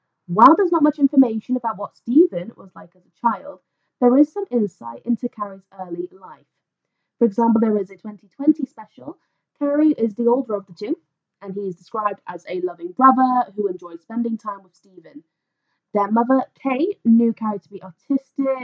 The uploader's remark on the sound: With even worse sound quality!